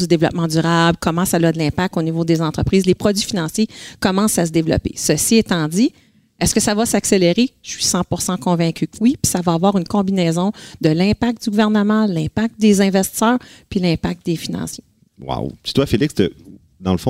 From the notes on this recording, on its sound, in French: Un épisode enregistré devant un public de feu dans le cadre du RDV Réseau mentorat 2022.